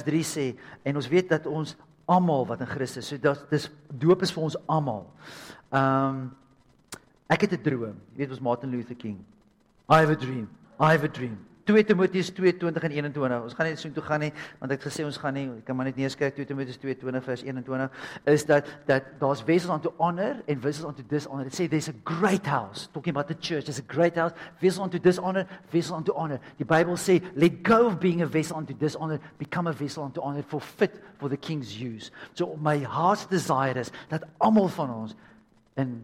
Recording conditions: large echoing room